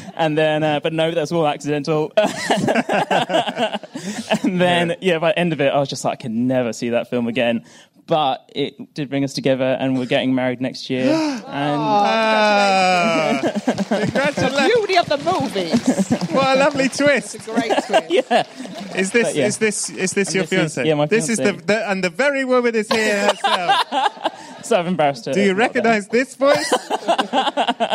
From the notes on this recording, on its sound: This one was recorded LIVE on location at the BFI, at the Southbank in London.